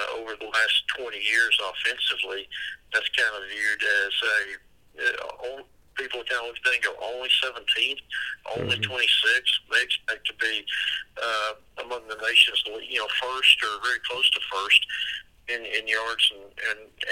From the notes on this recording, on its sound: call into the show